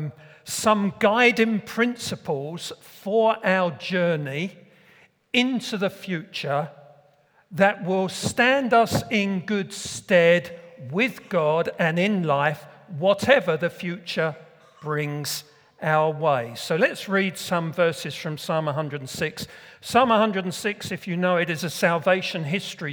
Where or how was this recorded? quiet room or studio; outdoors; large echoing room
large echoing room